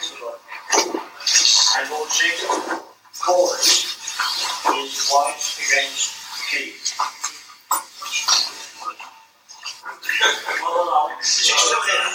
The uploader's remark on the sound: This is the private and unedited record of the Social Chess evening of a club famed for its good atmosphere. I have produced this semi-audible record of snatches of the highlights of the evening. As my recordings took place during pauses between rounds, the background noises completed with my audio notes.